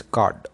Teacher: the R is not pronounced in Australian English